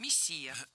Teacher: ударение в этом слове падает на второй слог